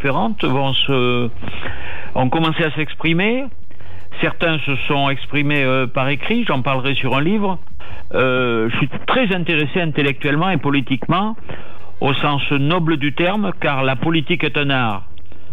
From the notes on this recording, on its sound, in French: Malgré le confinement, FLIRT est réalisé par téléphone.